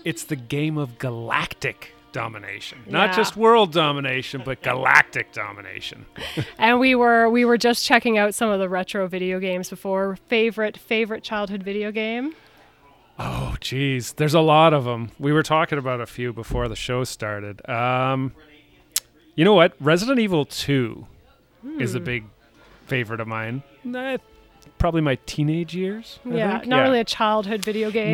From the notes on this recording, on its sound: Broadcast live from The Adventurer's Guild Cafe in Downtown Kitchener